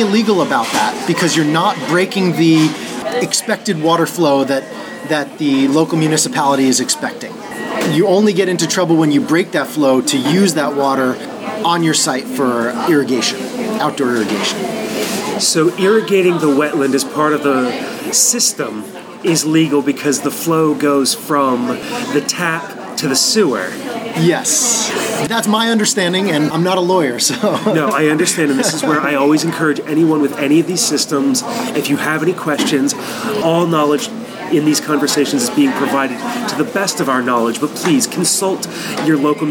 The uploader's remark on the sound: A conversation recorded live at a local coffee shop.